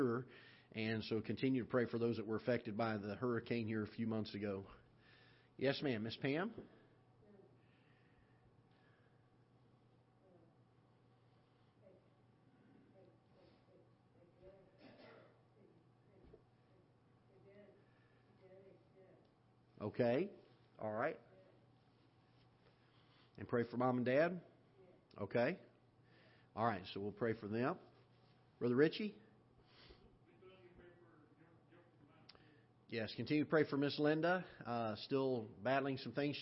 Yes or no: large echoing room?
yes